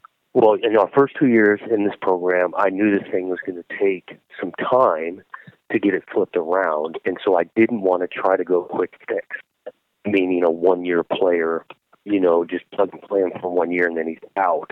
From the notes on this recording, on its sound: got on the phone with Oregon State Head Coach